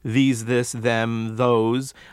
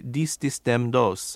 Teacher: Spanish frequently substitutes a D or a T for these THs. · Shown in: second take · For example, instead of saying these, this, them, those, they're more likely to say dis, dis, dem, dos.